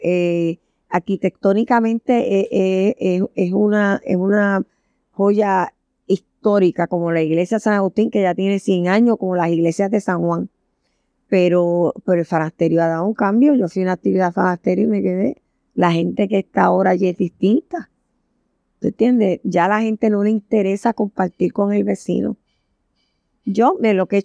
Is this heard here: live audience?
no